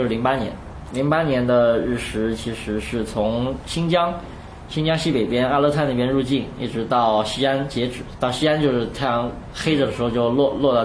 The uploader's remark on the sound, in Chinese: 本期节目为在张大妈办公区用录音笔录制，可能有街道上的杂音，请见谅。